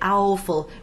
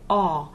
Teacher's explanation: We don't say owful, we say aw. For us, this AW is really one vowel all on its own, not a diphthong. · Shown in: second take